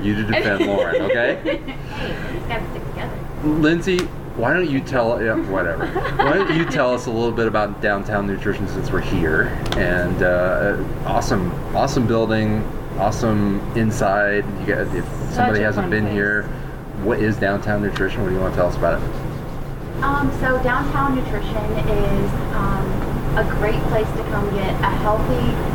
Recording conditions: background noise